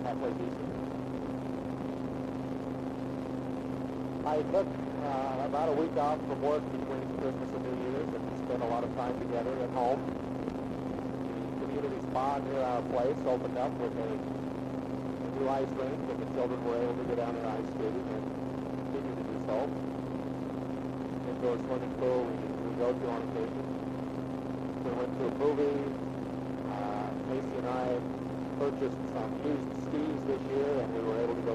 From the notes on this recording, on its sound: Driving Home from Work. Poor Audio Quality.